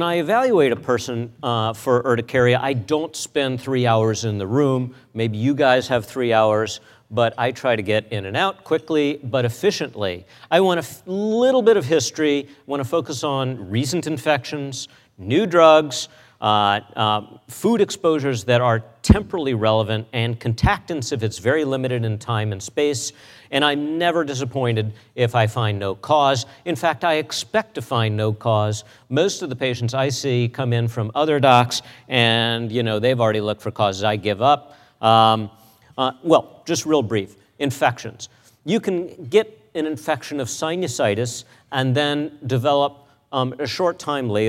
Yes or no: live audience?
yes